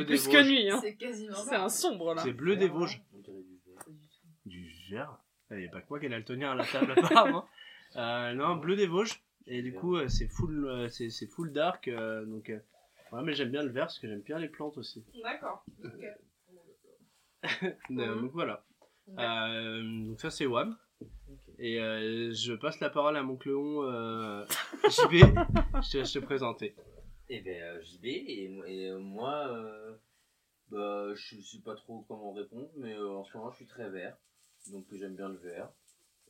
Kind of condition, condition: fault, poor sound quality